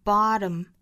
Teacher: 这个元音啊是 a, bottom,不像英音是那个 bottom,Bottom,美式发法口型更张大一点。Bottom is a good thing. Hitting bottom is a good thing.后面的英美是一样的。Because